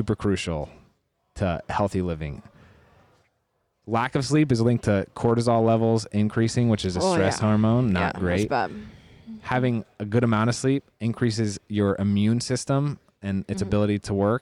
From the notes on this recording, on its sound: we’re recording LIVE at the Miami Super Bowl from Sleep Number’s booth in the Super Bowl Media Center